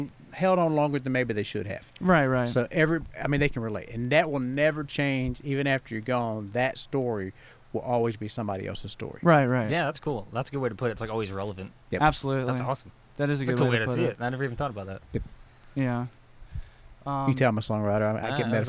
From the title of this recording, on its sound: Live from The Bird's Nest